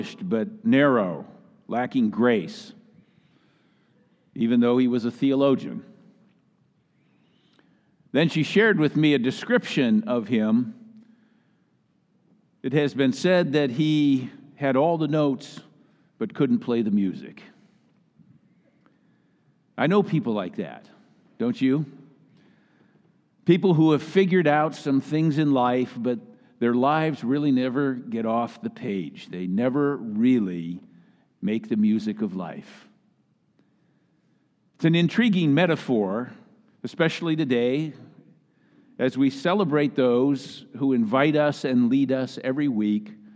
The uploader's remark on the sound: Message delivered during the Choir Sunday Celebration in the Traditional Worship Service.